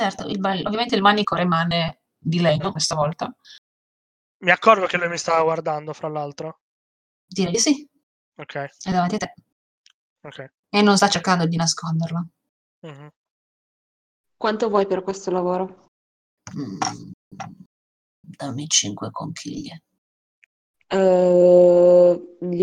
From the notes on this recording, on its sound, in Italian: Purtroppo la qualità audio non è delle migliori, siamo dei poracci e giochiamo via Discord registrando con "Craig Records!".